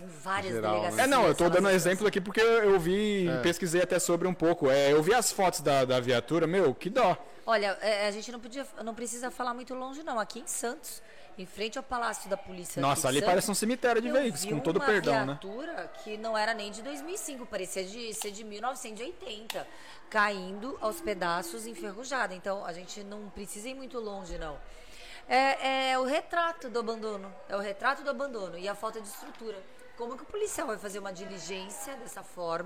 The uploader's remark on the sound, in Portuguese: Caiçaras Podcast (Ao Vivo)